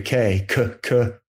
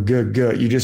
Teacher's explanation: You just put a voice on the K to make it into a G